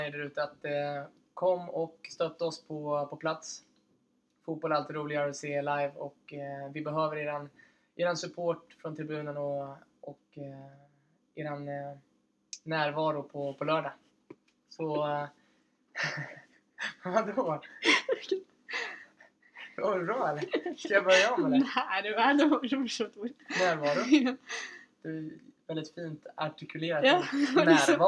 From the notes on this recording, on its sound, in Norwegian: Lyden ble derfor ikke helt innafor i denne podcasten